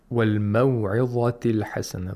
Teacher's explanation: The ظا in the word موعظة has تفخيم because it's a letter of استعلاء. And all letters of istila have to be pronounced with tafkhim.